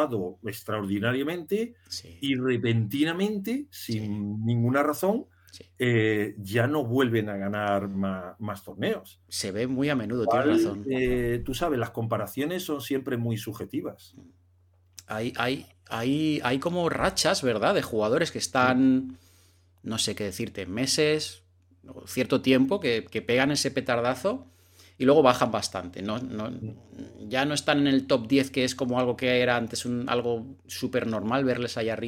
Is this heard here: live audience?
no